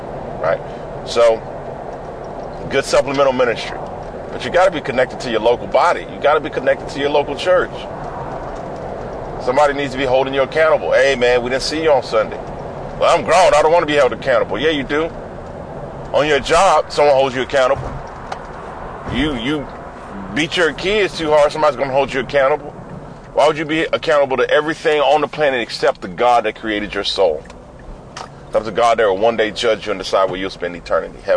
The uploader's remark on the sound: I’m talking about getting closer to God in this podcast that I recorded on a drive to Marion, Texas this morning FROM MY CAR!